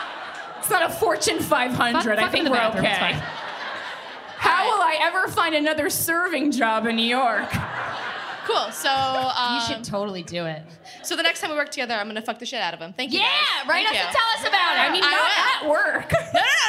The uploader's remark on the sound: This episode was recorded LIVE in front of a SOLD OUT (350 people!!) crowd at The Bell House in Brooklyn!